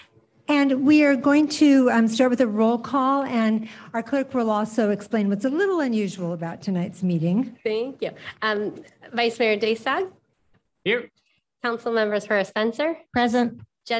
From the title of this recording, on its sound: 2023-06-06 City Council Meeting - ZOOM